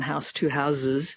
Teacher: turning, you know, an S into a Z in something like house, you know, one house, two houses